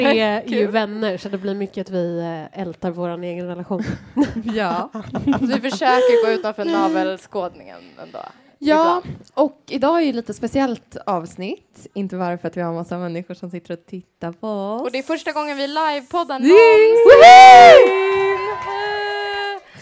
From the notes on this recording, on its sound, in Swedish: Nu med ett liveavsnitt från vår kväll på Hobo Hotel. Inför publik.